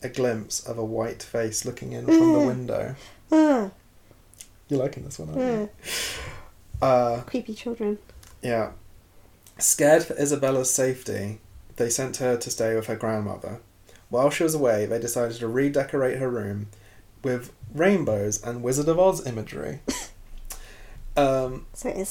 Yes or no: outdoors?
no